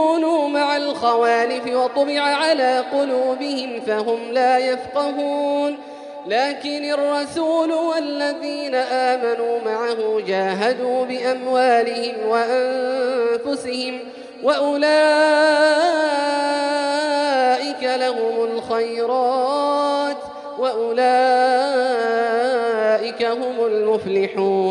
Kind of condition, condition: setting, large echoing room